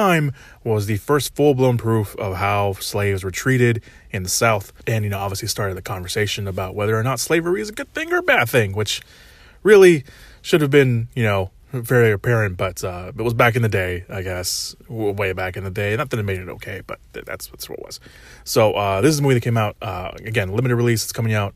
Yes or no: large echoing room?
no